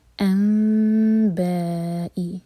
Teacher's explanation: میم کو ہولڈ کریں گے لیکن ہوٹوں کو ٹائٹ بند نہیں کریں گے. میم پر ٹائم دیں گے اور پھر با پڑھیں گے. · Term: اقلاب